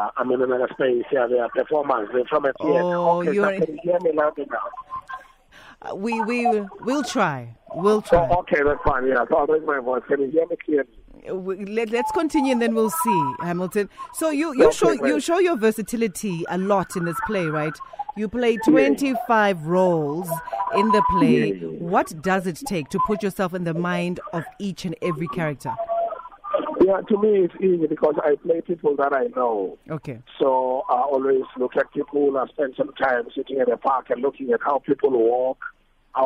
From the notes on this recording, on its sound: joined on the line